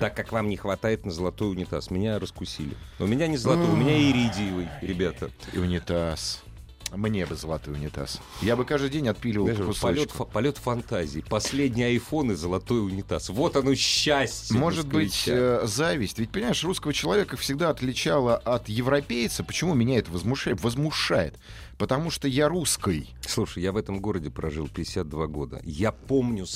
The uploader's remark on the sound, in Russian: По телефону тему прокомментировал